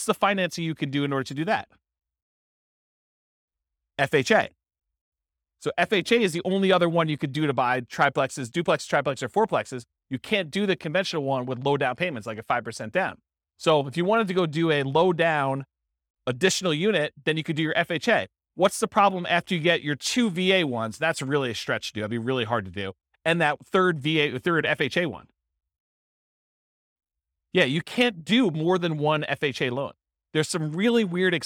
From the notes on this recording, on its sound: This was a live class recorded